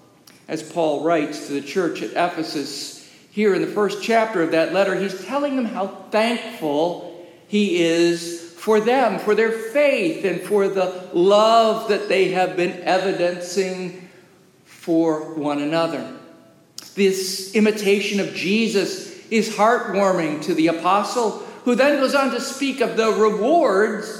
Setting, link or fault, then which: setting, large echoing room